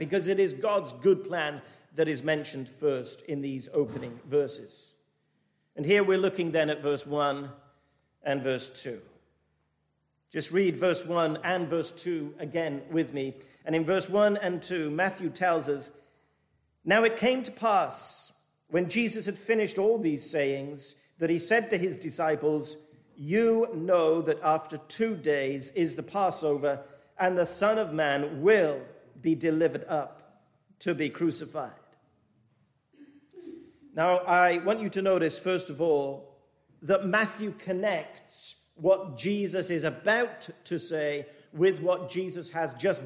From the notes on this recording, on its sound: This message was delivered at the 221st Church Anniversary thanksgiving service from Penzance Baptist Church.